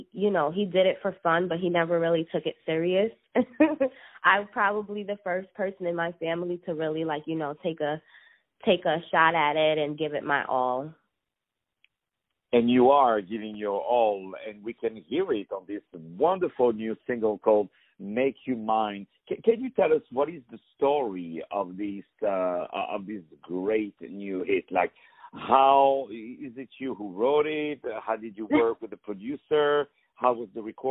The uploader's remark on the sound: On the phone